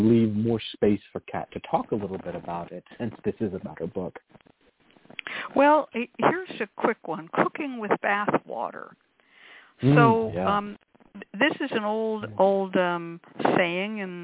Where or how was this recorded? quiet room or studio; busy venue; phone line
phone line